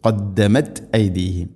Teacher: തായിനെ ഖൽഖല ചെയ്യരുത്, അത് ശരിക്കും കേൾക്കുന്ന രൂപത്തിലാവരുത്.